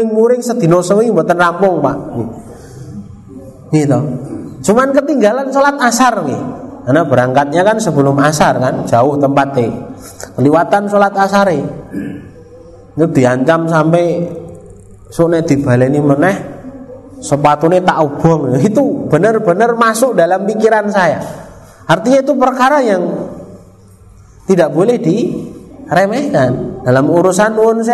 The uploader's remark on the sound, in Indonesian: Rekaman Kajian Majelis Pengajian Islam. Di Masjid Al Hidayah Druwo, Sewon, Bantul rutin setiap hari Rabu selepas sholat magrib sampai dengan isya yang diselenggarakan oleh FKAM Yogyakarta dan Takmir Masjid Al Hidayah Druwo.